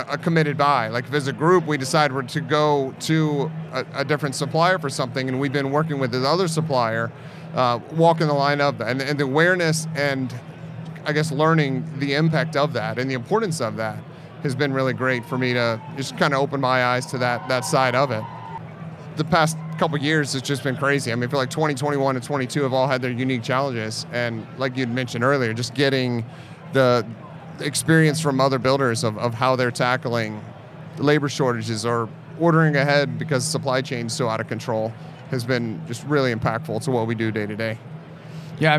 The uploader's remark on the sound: Live at IBS